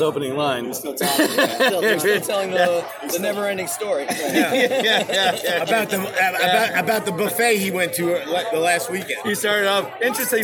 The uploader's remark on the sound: roundtable talk with boys at the Lorelei bar in Islamorada Florida